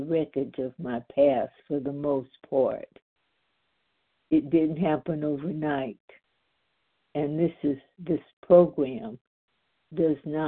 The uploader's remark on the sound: the 100 Pounders Phone Meeting